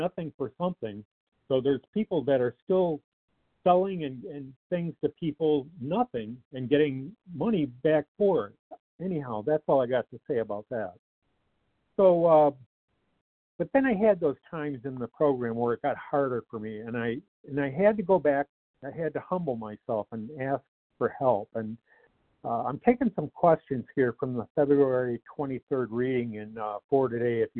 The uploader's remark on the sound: 100 Pounders Phone Meeting